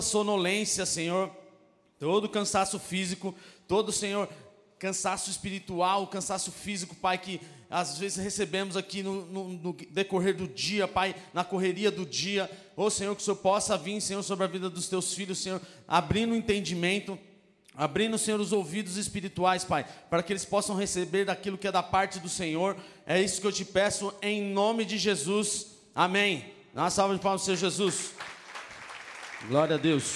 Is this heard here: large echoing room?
yes